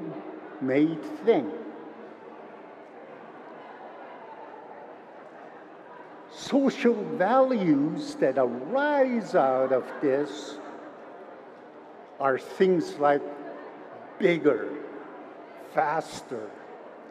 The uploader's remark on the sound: Recordings from the 2022 Siksika Health Fair